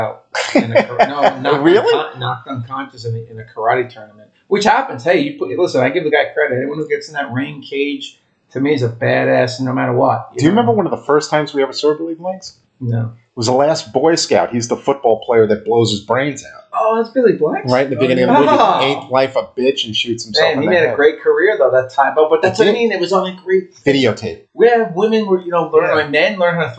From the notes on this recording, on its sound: this is the final episode with the audio issues so we apologize in advance.